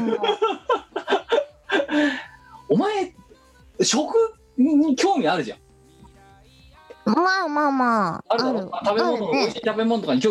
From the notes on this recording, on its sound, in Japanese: 本番組はリモート収録です。収録時環境の影響により、聴き取り辛い部分があります。